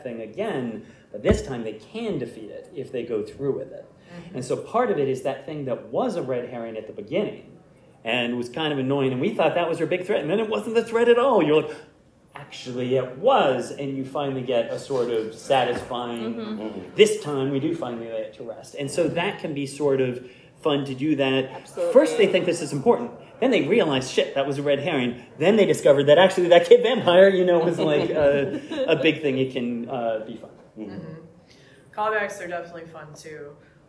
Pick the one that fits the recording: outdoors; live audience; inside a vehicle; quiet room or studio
live audience